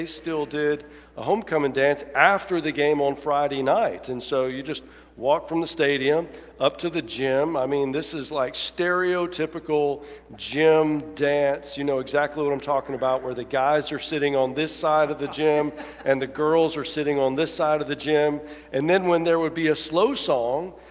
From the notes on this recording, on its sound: Preaches from Luke 1:26-38 at the 11:00 traditional service. Alabaster First United Methodist Church.